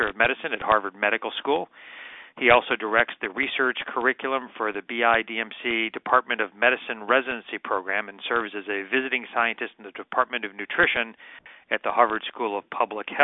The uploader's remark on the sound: July 2010 Author in the Room® Teleconference